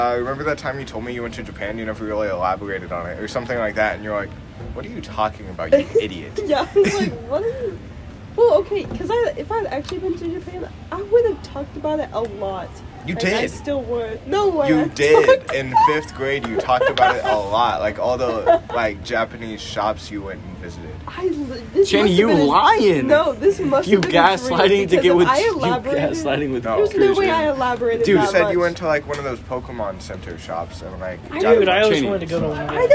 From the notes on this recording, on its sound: This episode was recorded at a jazz band competition on an iPhone speaker, so please excuse extra/loud noises.